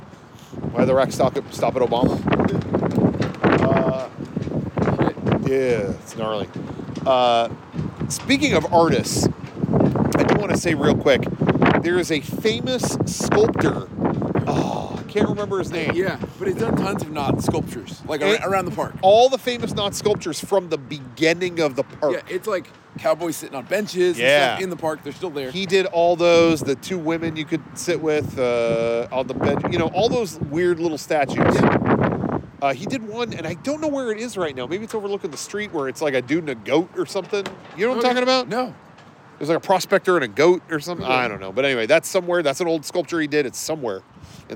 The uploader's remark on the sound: This time, we're outside the gates. Knott's Berry Farm's perfect replica of Independence Hall that isn't even inside the park.